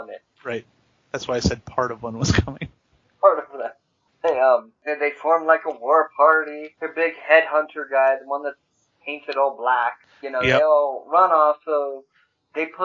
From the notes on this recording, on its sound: Again, sorry about the minor audio issues - those have been fixed going forward.